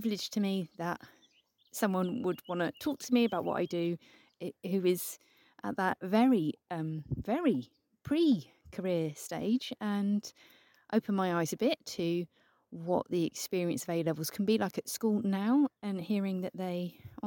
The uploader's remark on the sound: this episode has been recorded in the great outdoors